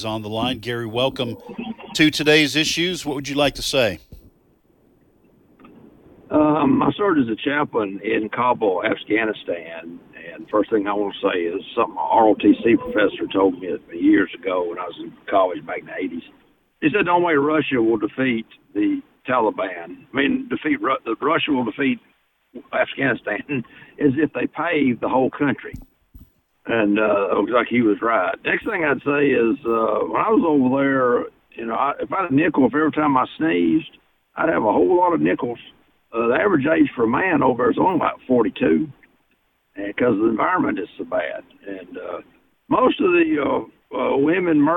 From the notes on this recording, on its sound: Take Phone Calls From Military Listeners